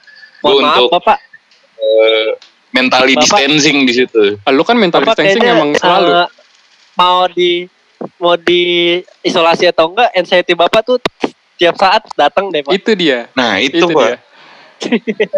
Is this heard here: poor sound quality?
yes